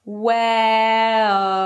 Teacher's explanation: I don't even have to bring the tip of the tongue to touch the upper palate to make the L sound, the dark L sound, because it's more about that tense sound right before the L, O, than it is about actually making the L sound.